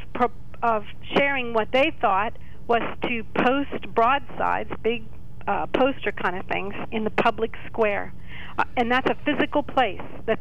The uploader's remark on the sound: Then vibrant open phones. During open phones.